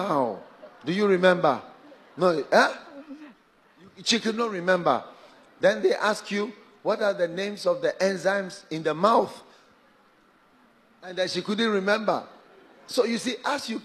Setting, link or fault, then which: setting, large echoing room